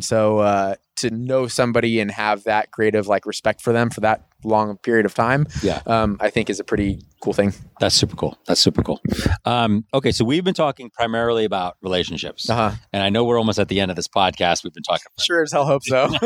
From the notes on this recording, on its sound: sit on a sidewalk outside a gym